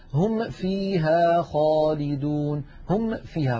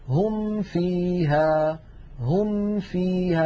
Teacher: عندما ننتهي هم انظر إلى فمي، هم بنهاية الميم الفم مهيئ على مخرج الفاء · Shown in: second take · هم فيها هم فيها بسهولة ومن غير تكلف. · Term: بيان الميم